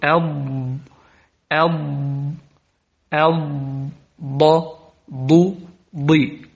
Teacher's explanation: هذا هو الضاد، عالي مستطيل مطبق